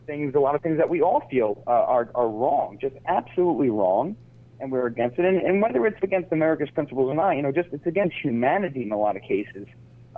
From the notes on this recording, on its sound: We also take phone calls from some listeners